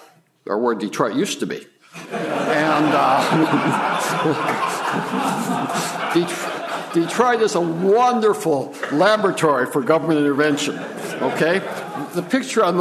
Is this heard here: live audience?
yes